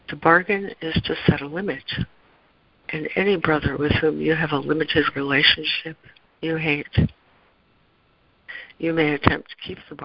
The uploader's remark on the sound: ACIM Daily Conference Call